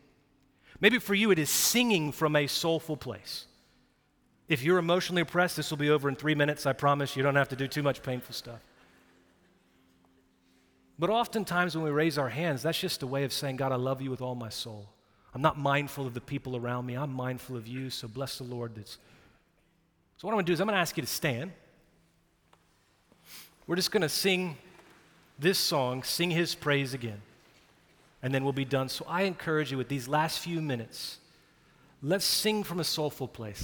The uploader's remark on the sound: Recorded live at Brookwood Church on 4.23.2023